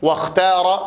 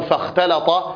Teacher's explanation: حرف الخاء يخرج من أدنى الحلق من منطقة جذر اللسان، وصفاته أنه حرف مهموس رخو مستعل منفتح.